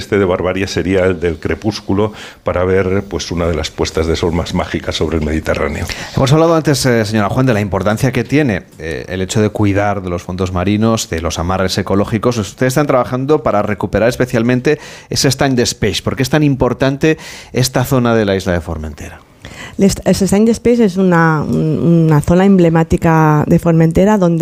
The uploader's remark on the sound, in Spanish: emitimos en directo desde el Hotel Cala Saona de Formentera